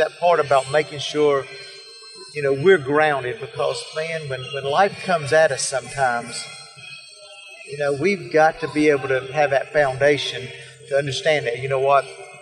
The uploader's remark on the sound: Today's episode was recorded Live at the Middle Eastern Christian Festival in Kernersville NC. Speaks with some great guests at the festival.